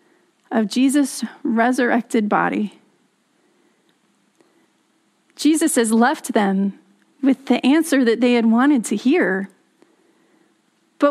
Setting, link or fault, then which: setting, large echoing room